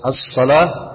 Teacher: الصلاة الألف ألف ال دي شمسية اللام شمسية. الصلاة ادغمت اللام في الصاد